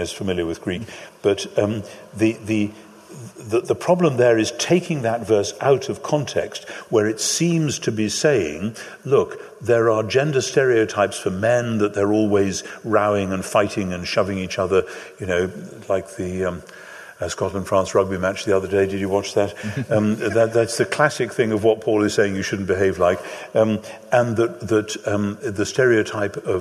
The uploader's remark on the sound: Live in London. Hosted by SPCK and recorded live at Westminster Chapel London with an audience Q&A.